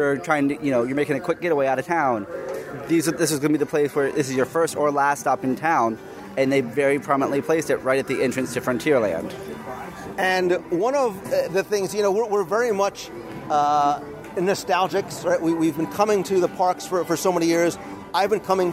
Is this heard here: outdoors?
yes